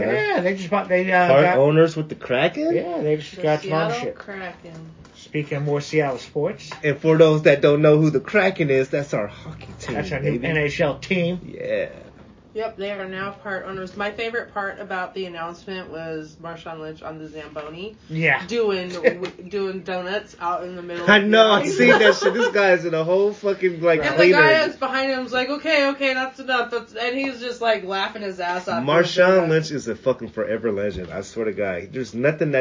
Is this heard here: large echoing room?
no